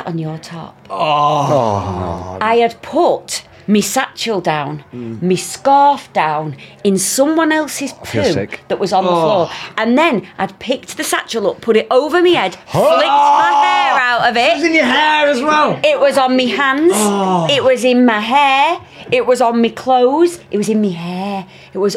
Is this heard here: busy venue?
yes